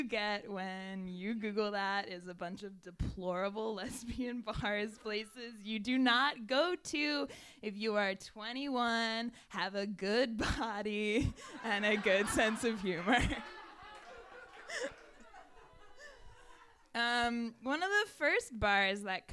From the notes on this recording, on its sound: Recorded at the Brit Pack in New York City.